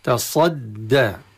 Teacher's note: تصدى، تصدى من الأخطاء الشائعة فيها أن البعض يقرأ تصدى يعني فخم جزء من الدال، لأن الدال مشددة عبارة عن ساكن ومتحرك، فيمرر تفخيم الصاد على الدال المشددة في بدايتها. تصد، ينبغي أن يفك اللسان عن الاستعلاء في عن سقف الفم عند النطق بالدال بعد أن ينتهي من الصاد